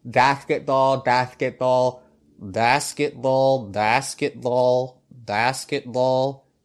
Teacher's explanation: for a word like basketball, you replace the B's with D's